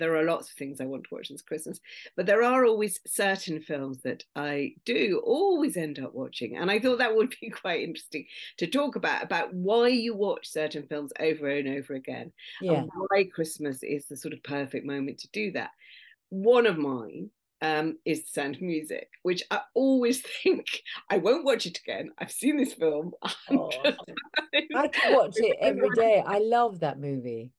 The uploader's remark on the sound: This episode was filmed on Zoom.